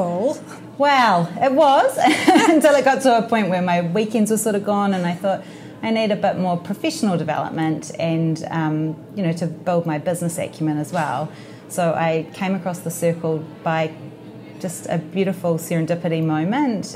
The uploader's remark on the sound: Live from Trans-Tasman Business Circle Women Leaders Summit